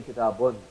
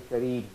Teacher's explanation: So tanween is dropped in the case of waqf, the noon is dropped. · Shown in: second take